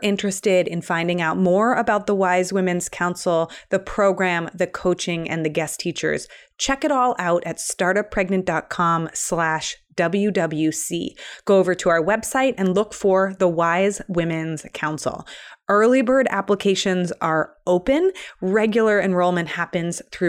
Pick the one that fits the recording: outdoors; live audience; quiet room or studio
quiet room or studio